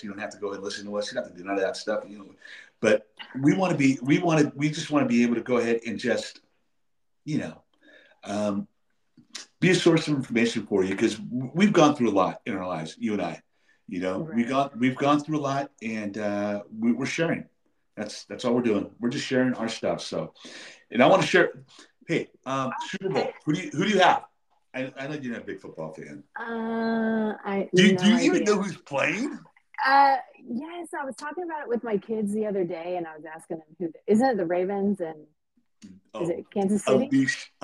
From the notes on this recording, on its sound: Sorry audio was choppy :(